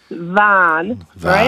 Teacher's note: The Dutch elongate the van